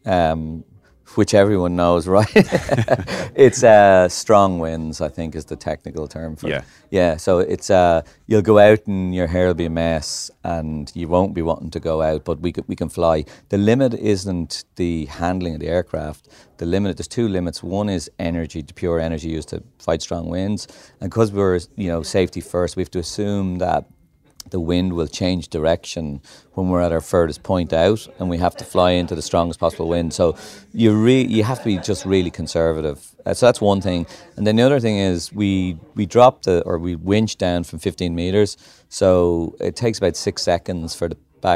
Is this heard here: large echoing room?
no